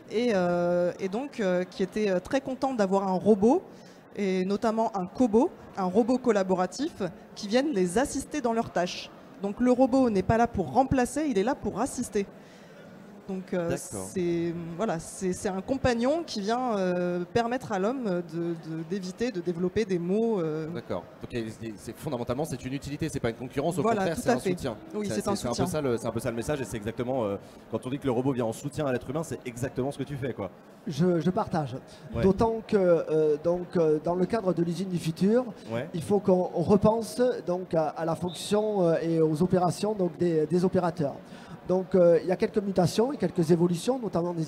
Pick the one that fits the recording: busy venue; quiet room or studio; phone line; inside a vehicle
busy venue